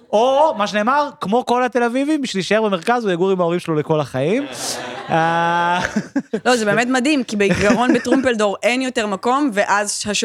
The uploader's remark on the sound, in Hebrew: הפרק הוקלט לייב בבית ליבלינג, מרכז העיר הלבנה שב כיכר ביאליק.